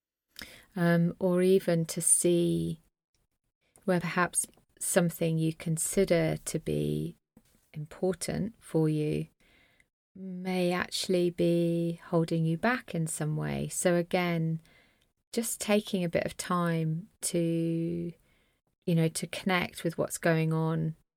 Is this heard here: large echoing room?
no